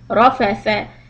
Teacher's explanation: Ra is heavy, fa and tha soft. Ra fa tha. Letter tha, tip of the tongue has to be placed under your front teeth.